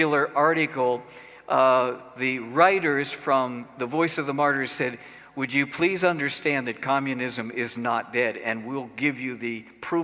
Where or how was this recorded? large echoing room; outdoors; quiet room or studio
large echoing room